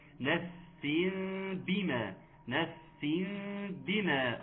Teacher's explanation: التنوين بعده باء، فيكون حكمه إقلاب بغنة حركتين وإحكام كسرة الباء